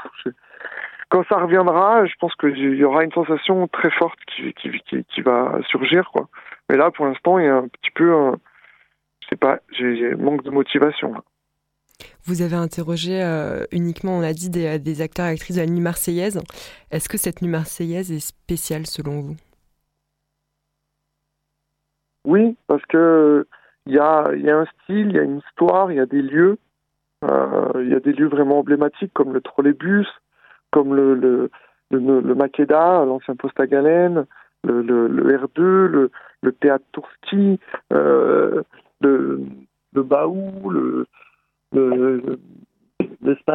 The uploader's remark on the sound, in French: Au téléphone